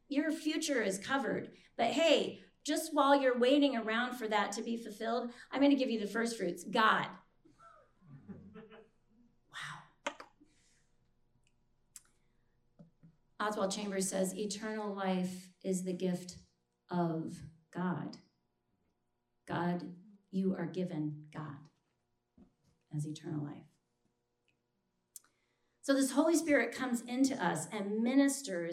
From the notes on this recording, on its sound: This session was recorded on Saturday evening, September 19, 2020 at the Green Lake Conference Center.